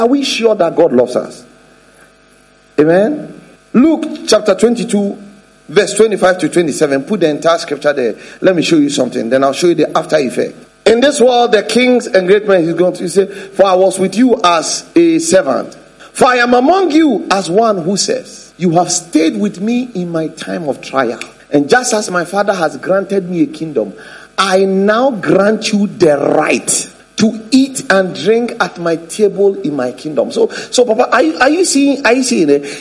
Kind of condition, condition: setting, large echoing room